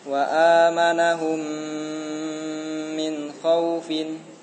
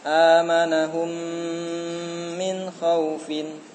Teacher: Mim sukun jika diikuti dengan mim maka diidghamkan ke dalam mim yang kedua disertai gunnah akmal. · Term: idgham syafawi